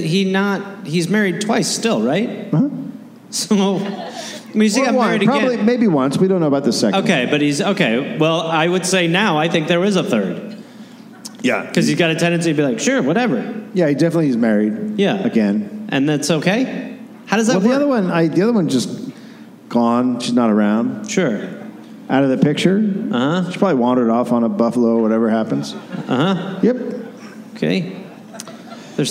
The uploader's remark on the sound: Recorded live in Salt Lake City, Utah.